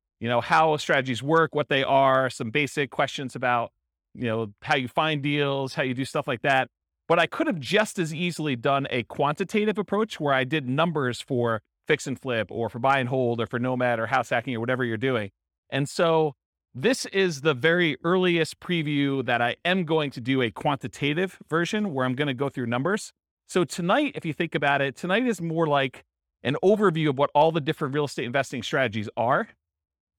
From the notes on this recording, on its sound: This was a live class recorded